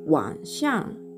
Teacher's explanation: 第3声そして第4声の組み合わせになります